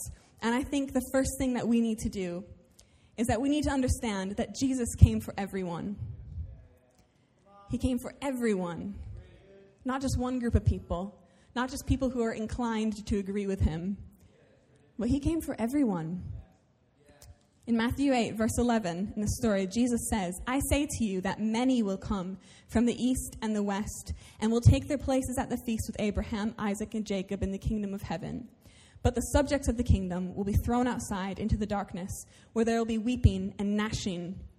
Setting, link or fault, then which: setting, large echoing room